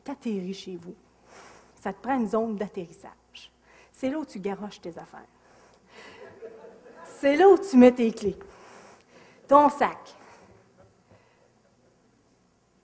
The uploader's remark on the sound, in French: Extrait de la conférence. Au cégep de Sainte-Foy.